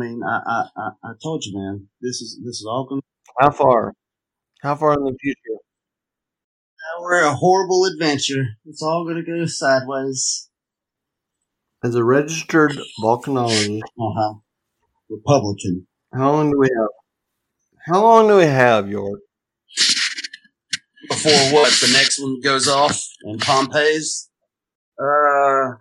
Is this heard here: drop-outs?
yes